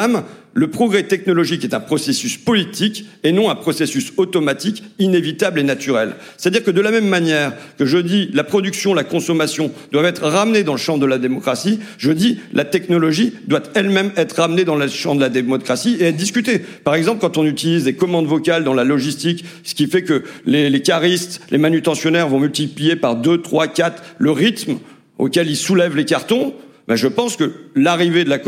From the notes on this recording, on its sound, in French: enregistrement en public de Chaleur humaine, le 21 novembre 2023 à Paris, à la Bibliothèque nationale de France